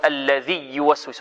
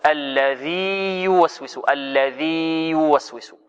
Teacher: فأظهرنا الياء الأولى لأنها حرف مد ولين ولا ينطق بها مدغمة · Shown in: second take